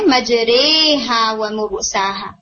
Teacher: حفظ کے اندر اس ایک ورڈ میں امالہ ہے اور اوریجن اس ورڈ کا کیا ہے، بسم اللہ مجریھا ومرساھا. مجریھا الف کے ساتھ یہ ورڈ ہے لیکن آپ اسے امالہ کے ساتھ پڑھتے ہیں